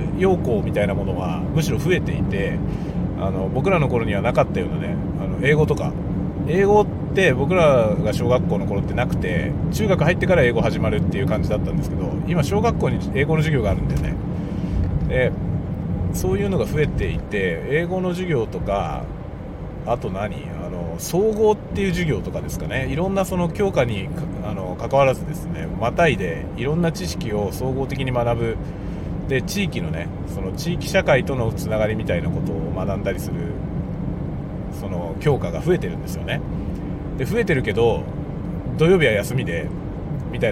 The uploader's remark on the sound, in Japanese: ドライブの道中でいろんな思いを語る。使用マイク：ZOOM M3 MicTrak。Stand.fm。